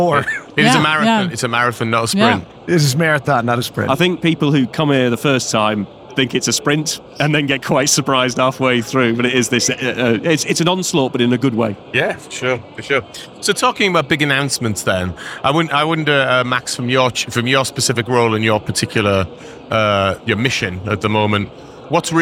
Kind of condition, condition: setting, busy venue